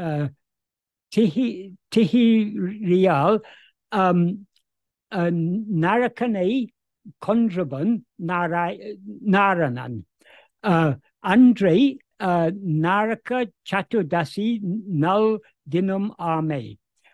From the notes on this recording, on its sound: In a Zoom meeting with the Ramana Maharshi Foundation UK on 11th November 2023